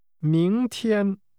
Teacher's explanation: The tones are rising and high level.